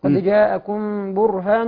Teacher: انتبه هنا الى ان الراء مفخمه راء ساكنه قبلها بحرف باء مضموم فبالتالي الراء تفخم